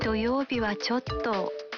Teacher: stretching out the ending and weakening the pitch to say ちょっと creates the nuance that you're reluctant to say what you have to say.